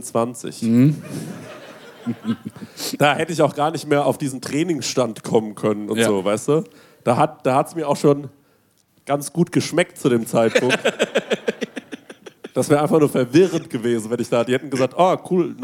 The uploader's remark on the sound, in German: "Auf die feine Tour" aus dem Artheater, Köln. Unseren zweiten Abend im ausverkauften Artheater Köln.